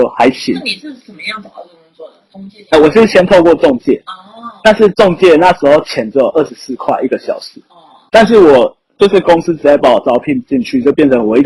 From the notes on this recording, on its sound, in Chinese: 收音不好請見諒